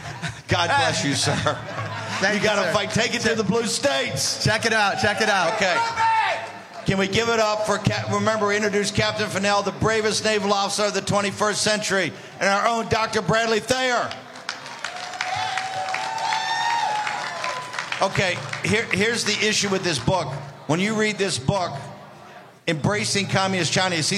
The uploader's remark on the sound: Live From CPAC